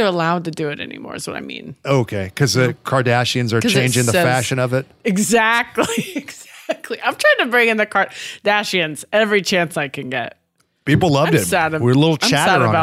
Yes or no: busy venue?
no